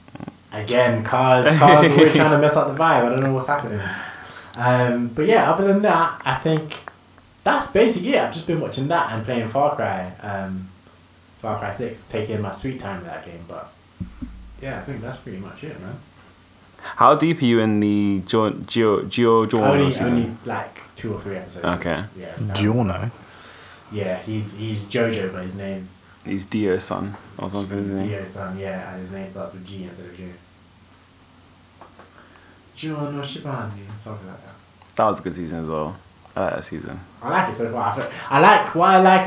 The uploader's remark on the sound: Unfortunately we had a few issues with our audio this episode, we're currently going through an adjustment phase with our recording set up.